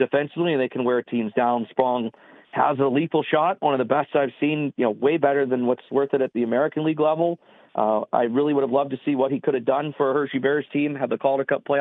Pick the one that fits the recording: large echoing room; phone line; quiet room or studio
phone line